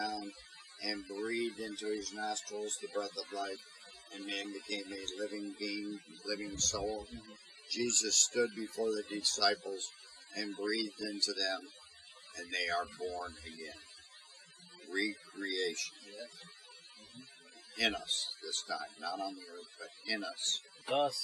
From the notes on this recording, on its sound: We apologize for the audio quality. We are still new and are working things out.